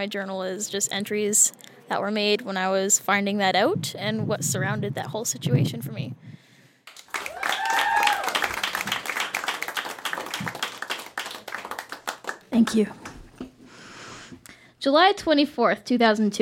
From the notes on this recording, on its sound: Recorded live at Phog Lounge in Windsor, ON.